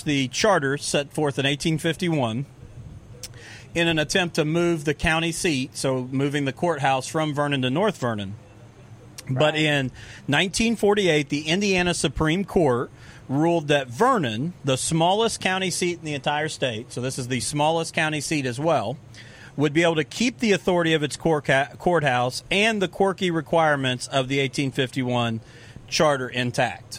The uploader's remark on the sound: podcast from the Vernon Labor Day Arts Festival on Saturday September 1st